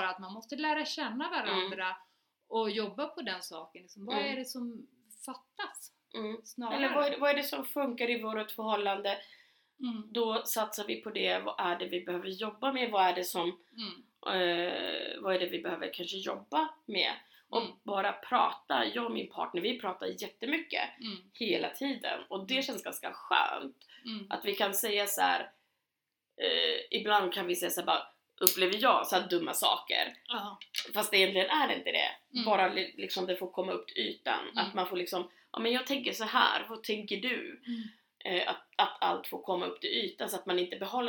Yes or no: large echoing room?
no